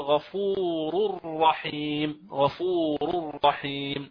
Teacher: غنة، إذن التنوين هنا أخذ حكم الإدغام الكامل بلا غنة، يعني يدغم التنوين أو يدخل هذا في الراء بعده إدخالا كاملا فلا يبقى للتنوين أثر، يعني لا يبقى للتنوين غنة، فنقول غفور الرحيم. هنا ملاحظة